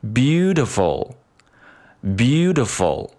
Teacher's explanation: 把这个重音音阶的节奏给它分配得更长。那对于这个 beautiful 这个单词来说呢，它有三个音阶。那第一个音阶是一个重音音阶，所以说我们在分配上呢，可以给它分配成两拍。那这两拍呢，第一拍就用来读这个重音音阶，那后面的一拍呢，再分成两份儿，那分别读成 t 和 full 这两个非重读音阶